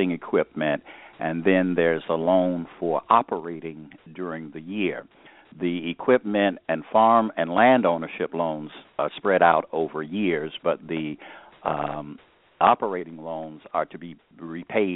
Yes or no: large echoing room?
no